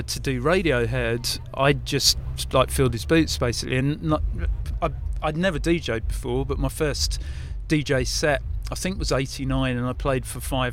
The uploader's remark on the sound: Interview at Brighton Music Conference. Recorded live for istreem.tv.